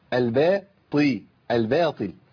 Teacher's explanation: الطاء المكسوره ضعيفه مش بقوه الطاء المفتوحه